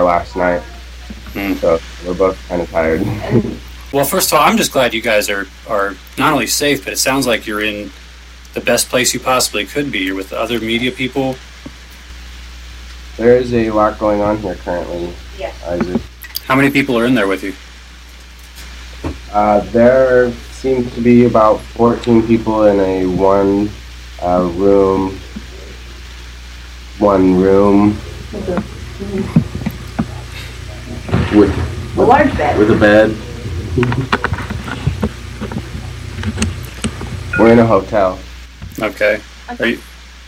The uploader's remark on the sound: Live from Occupy Wall St. Zuccotti Park.